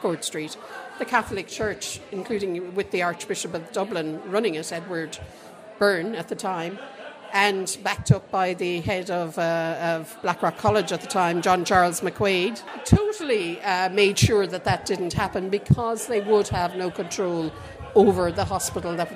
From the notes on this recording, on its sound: WFT recorded a special podcast live from the House Hotel in Galway.